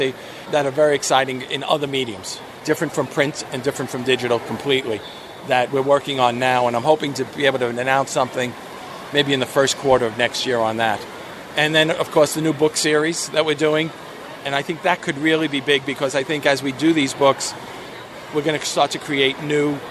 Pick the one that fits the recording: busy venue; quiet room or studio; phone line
busy venue